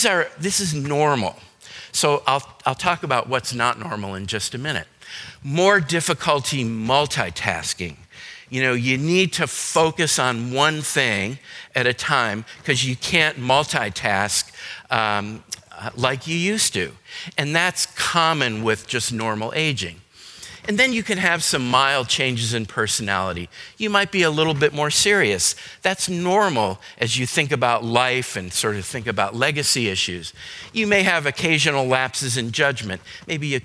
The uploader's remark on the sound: Today's podcast is a session recorded from our Alzheimer's and Dementia seminar held here at McGregor Baptist Church on February 19, 2022.